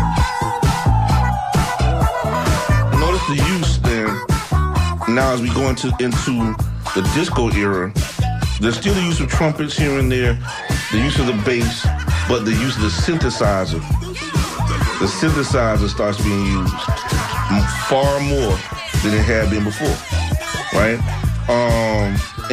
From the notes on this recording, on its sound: unique magazine format call-in show